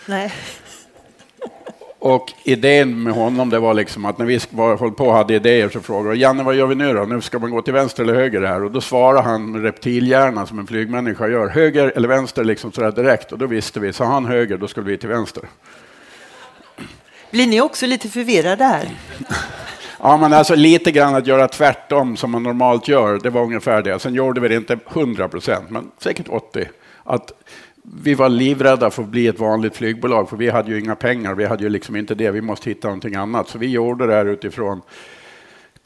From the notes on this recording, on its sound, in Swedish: Det här avsnittet är inspelat inför en live-publik.